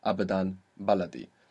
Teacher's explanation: you will notice that they have the accent on the beginning. Upon further analysis, you might also notice that neither of these words have any strong syllables.